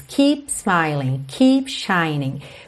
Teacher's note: Esse P do keep é muito interessante, porque ele quase não aparece, mas você faz a junção dos lábios.